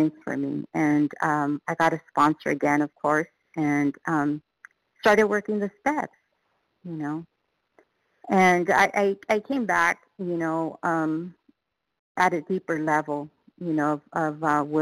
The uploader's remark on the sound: qualification from the 100 Pounders Phone Meeting